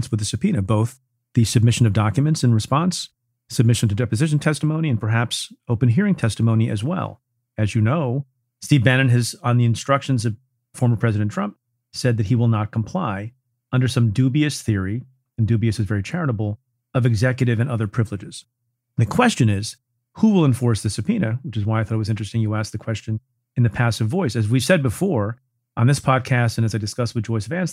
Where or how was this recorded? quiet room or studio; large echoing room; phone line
quiet room or studio